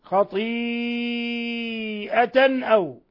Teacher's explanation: هذا مد متصل، مد متصل يمد من 4 إلى 5 حركات